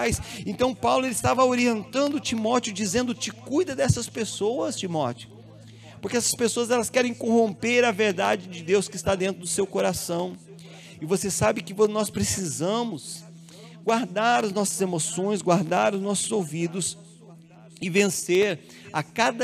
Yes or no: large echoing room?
yes